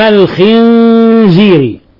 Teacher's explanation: الخنزير، نون ساكنة جاء بعدها حرف الزاي في نفس الكلمة، الحكم التجويدي إخفاء حقيقي